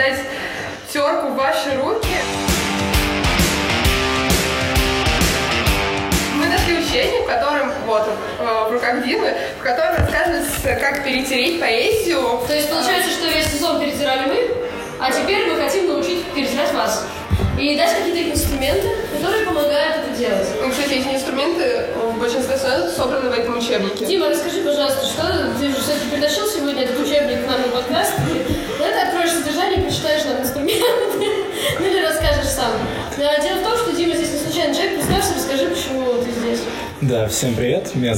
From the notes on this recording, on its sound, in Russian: Главная цель открытой записи — это личная встреча, живое общение, ноль прописанного текста и полный фристайл, а мы ещё и записались на не профессиональные микрофоны.